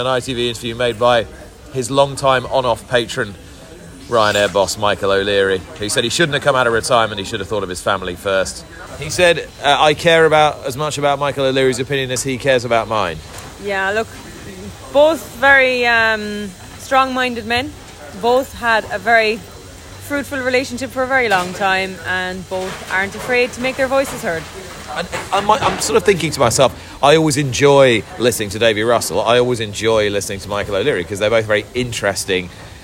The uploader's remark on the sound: On Day Three of the Cheltenham Festival in an episode brought to you from the Fitzdares Club in the Orchard.